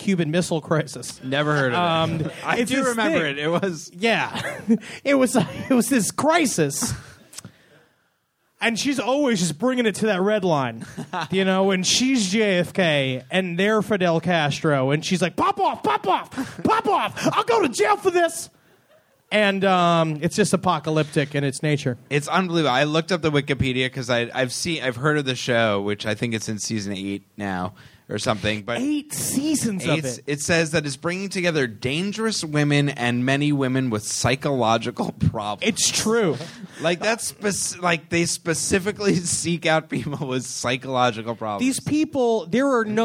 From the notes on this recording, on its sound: live on stage at The UCBEast Theatre.